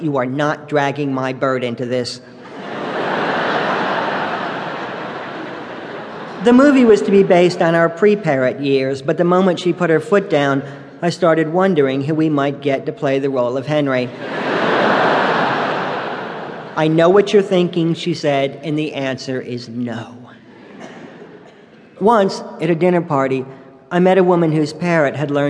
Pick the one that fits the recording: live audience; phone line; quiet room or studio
live audience